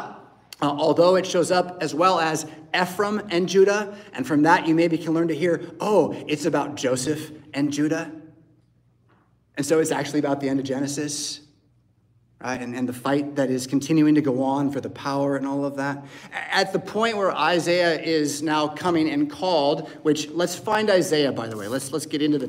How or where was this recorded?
large echoing room